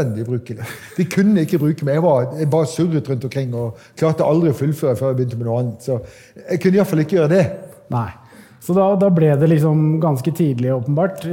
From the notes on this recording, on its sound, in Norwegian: Live på Oslo Event Hub. Dette lydsporet er hentet fra #pengepodden LIVE, som fant sted på Oslo Event Hub.